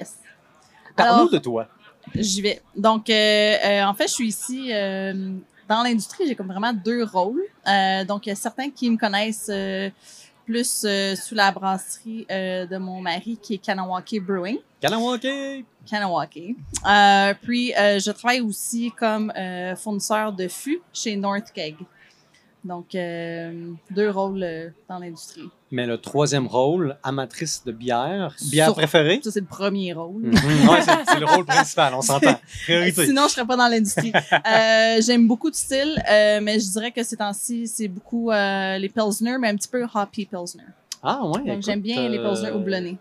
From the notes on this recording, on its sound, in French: nous nous retrouvons à Québec lors du Festival des Brasseurs et des Artisans de Québec, édition 2023